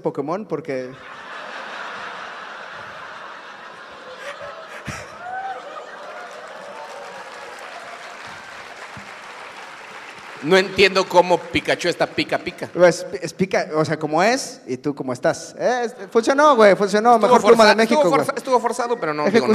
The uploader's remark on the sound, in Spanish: En vivo desde Guadalajara. Ante un gran público tapatío hablamos cosas que empiezan con gua.